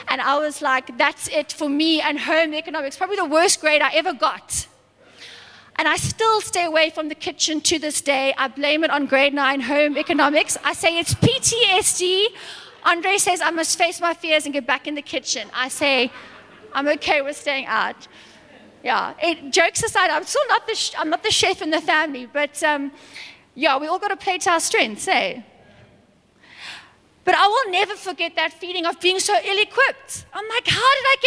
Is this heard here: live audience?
yes